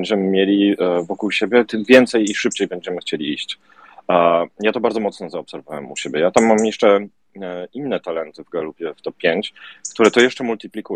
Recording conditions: video call